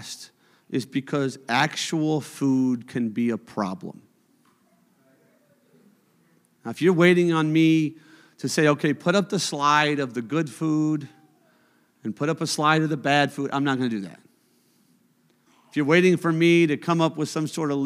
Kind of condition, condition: setting, large echoing room